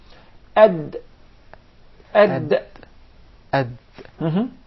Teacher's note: The upper gum, the gum line, so when the tongue hits and strikes this part, the gum line of the two upper front incisors, that is exactly the articulation point of the dal